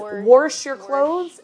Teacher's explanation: as you get more south, they then add an R in the word wash, and it's wash your clothes, and that's also not there.